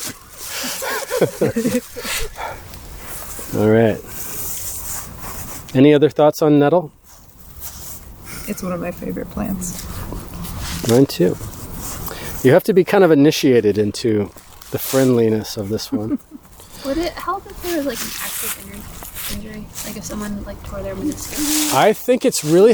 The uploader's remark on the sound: A haunted herb walk recorded on a full moon lunar eclipse in an old growth forest with a church clergy cemetery. Live to about 20 people on a chilly October the 28th just before sunset.